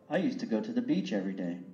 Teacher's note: đọc nối từ beach, âm đuôi là âm ch với âm every day, nạp hình beach every day.